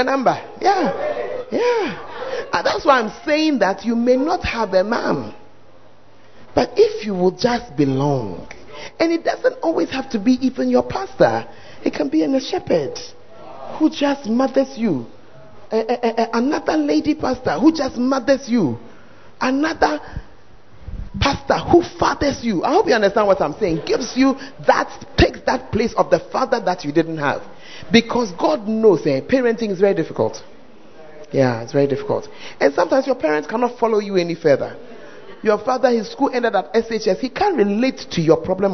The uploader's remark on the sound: Preached At The 100s and 200s Camp